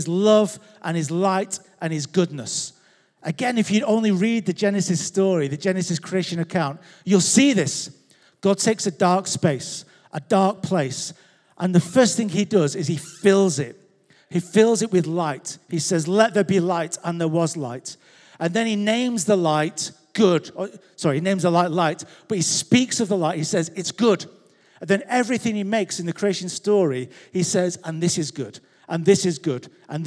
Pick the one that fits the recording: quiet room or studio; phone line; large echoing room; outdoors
large echoing room